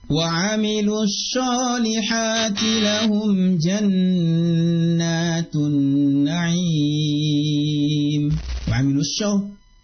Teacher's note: Banyak di antara kita yang membaca huruf sad karena mungkin ingin ditebalkan atau gimana, malah terdengar seperti huruf shin.